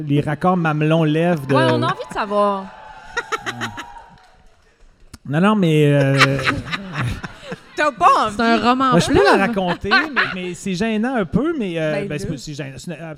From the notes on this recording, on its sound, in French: LIVE à Québec! Se joignent à la fête pour cet épisode capté à l'Impérial Bell de Québec durant le festival ComédiHa!